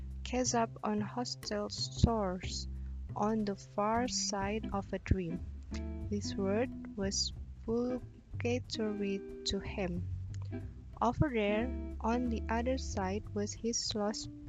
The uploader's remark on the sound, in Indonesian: Pakai headset, suara plantronics, suara udara dari mulut terekam, mau diedit, tapi filenya tidak terbaca, yasudah lah yang ada saja.